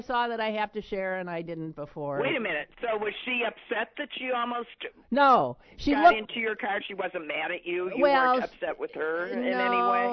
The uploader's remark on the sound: is on the phone today